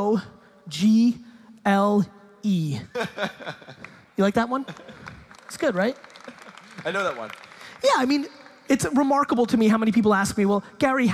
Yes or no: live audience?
yes